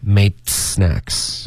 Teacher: Made 结尾舌尖要顶上颚